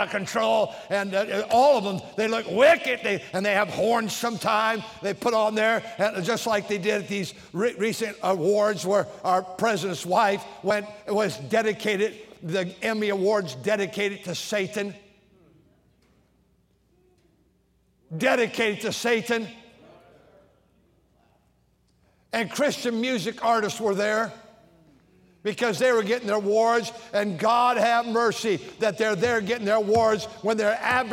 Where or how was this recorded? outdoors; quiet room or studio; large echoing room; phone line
large echoing room